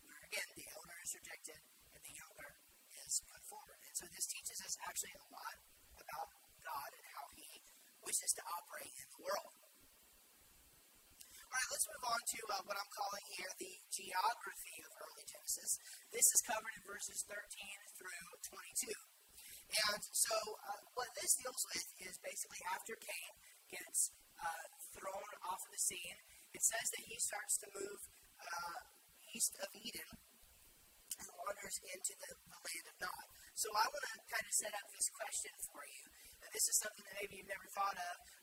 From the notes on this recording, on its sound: Share with you a message I gave recently at church. The audio quality is not wonderful.